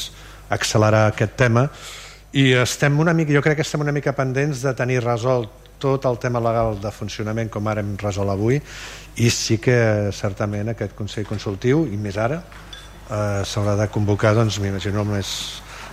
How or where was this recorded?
large echoing room